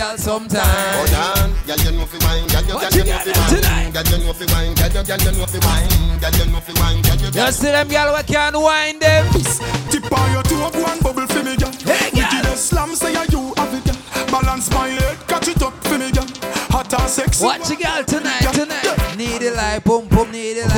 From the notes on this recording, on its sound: Live Inside Moneta Night Club - San Pedro For Ladies Night - Wednesday August 23rd, 2023